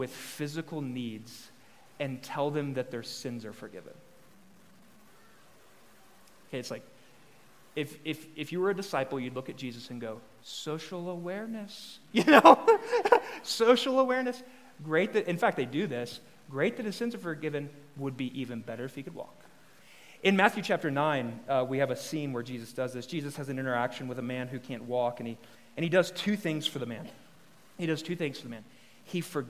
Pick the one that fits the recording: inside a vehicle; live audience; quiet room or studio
live audience